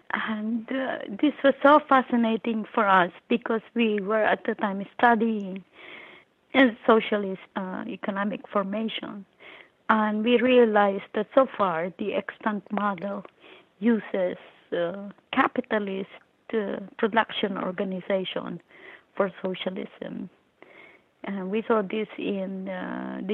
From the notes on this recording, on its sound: over the phone from her home in New York.